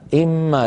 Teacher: لكن في سورة الرعد فقط نجد أنها قد كتبت إن ما بنون مظهرة، يعني إن كلمة وما كلمة، ولكن عند الوصل القراءة واحدة: إما، لابد من إدغام النون في الميم فيصير النطق إما